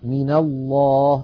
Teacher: فالأمثلة التي أمامنا: من الله، أصلها من، من حرف جر نونه ساكنة، فلما التقت مع لفظ الجلالة وأول لفظ الجلالة لام ساكنة تحرك الأول بالفتح لأن الفتح أخف الحركات فصارت من الله